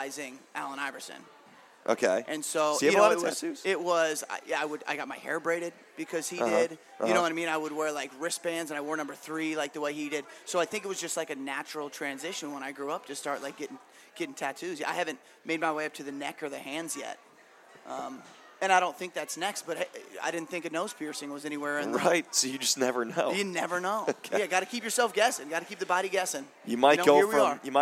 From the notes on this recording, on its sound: State Of The Empire LIVE from the Recovery Room Sports Bar and Grill.